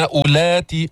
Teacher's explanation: أولات هذه الواو لا تلفظ